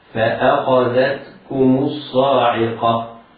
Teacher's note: فأخذتكم الفاء والهمزة مرققتان، الخاء مفتوحة مفخمة، والذال مرققة، بعدها تاء ساكنة يحضر على القارئ إرغامها في الكاف.